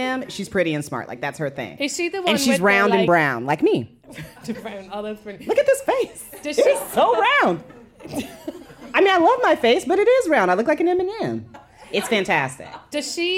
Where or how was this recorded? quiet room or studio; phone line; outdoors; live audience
live audience